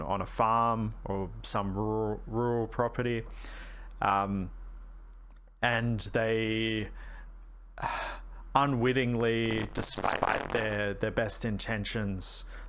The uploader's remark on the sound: APOLOGIES * For the audio this episode! We are investigating the issue currently!